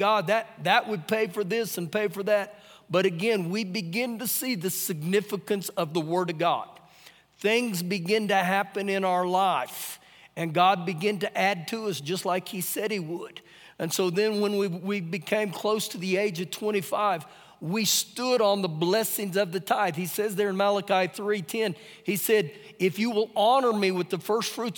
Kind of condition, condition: setting, large echoing room